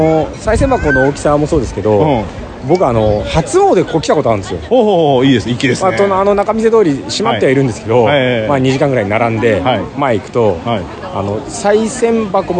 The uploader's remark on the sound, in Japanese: 上野浅草浜離宮 ロケ収録。100回SPの第4弾は、ロケ収録のまとめ。